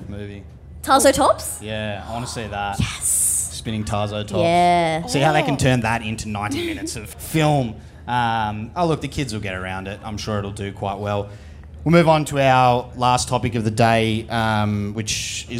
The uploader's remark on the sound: The Show Off LIVE From Splendour In The Grass! This week we are coming to you LIVE from Splendour In The Grass.